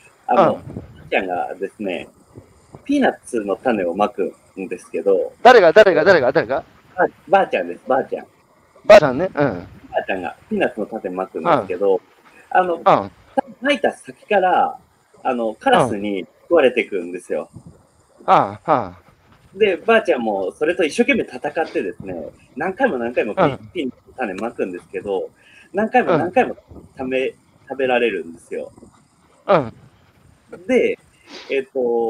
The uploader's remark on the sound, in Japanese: 歩きながら1時間、対談する